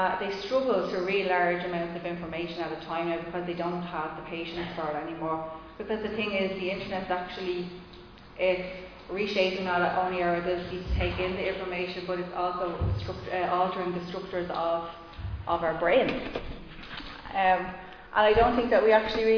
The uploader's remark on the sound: Recorded live in Liberty Church on 29 August 2021